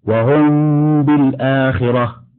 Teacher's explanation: وجه تسميته إخفاء شفوية: وأما تسميته إخفاء فلإخفاء الميم عند ملاقاتها بالباء للتجانس بينهما مخرجا وصفة، وأما تسميته شفوية فلأن الباء والميم يخرجان من الشفتين، وهذه التسمية على القول المختار من أهل الأداء. · Term: الإخفاء الشفوي